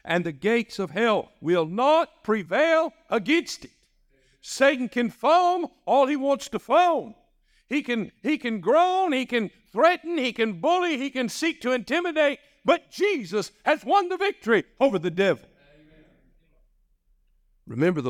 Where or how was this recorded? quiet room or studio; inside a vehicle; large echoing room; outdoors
large echoing room